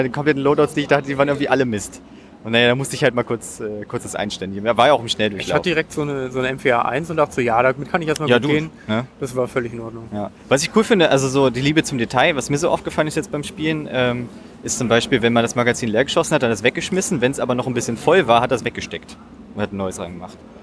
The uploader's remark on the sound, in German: Gamescom 2019! Waren für drei Tage in Köln und berichten für euch „live“ von der Messe.